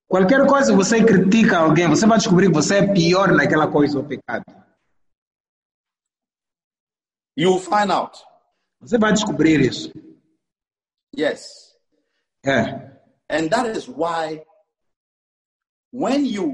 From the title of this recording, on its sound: ZOOM CAMPUS SERVICE